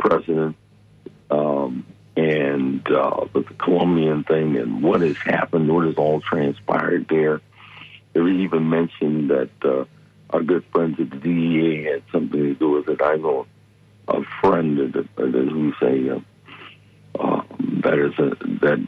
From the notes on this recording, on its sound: unique magazine format call-in show